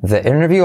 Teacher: el th va delante de una vocal, se hace una i para que no haya choque